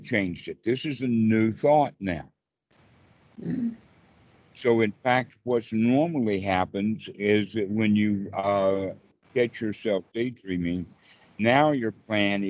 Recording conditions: video call